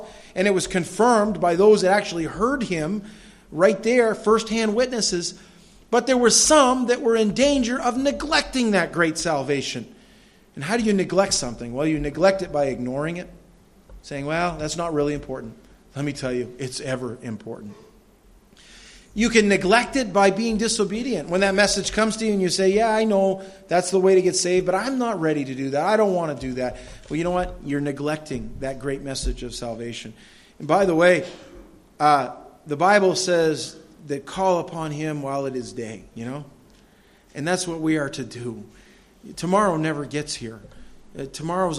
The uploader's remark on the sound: This audio sermon entitled, Joseph of Arimathea, was delivered at Madawaska Gospel Church on the morning of July 31, 2016.